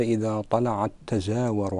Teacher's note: يوجد تاءين، الأولى ساكنة والثانية متحركة، فتدغم الأولى في الثانية فيكون عندنا إدغام المتماثلين أو إدغام المثلين.